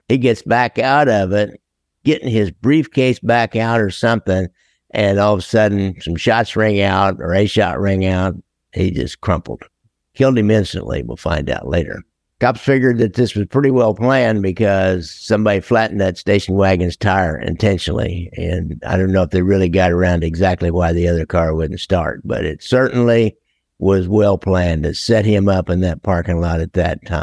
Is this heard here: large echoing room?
no